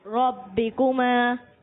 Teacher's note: را کو موٹا پڑھنا ہے اور اسے کھینچنا نہیں ہے. آپ تھوڑا سا اسے کھینچ کر پڑھ رہے ہو، با کو جماؤ کے ساتھ بھی نہیں پڑھ رہے، تو اس بات کا خیال رکھنا ہے.